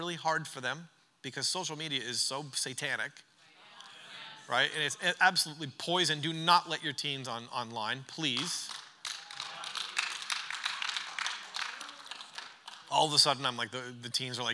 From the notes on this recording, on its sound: During our final session of The Church Conference